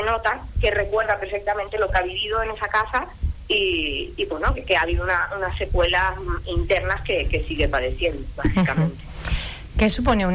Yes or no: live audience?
no